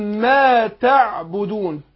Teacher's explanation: لان الميم مرققه والالف تابعه لها، فقول ما تعبدون تعبو تع، ما قولش تعبدون لا تعبو بو تعبدون تعبدون.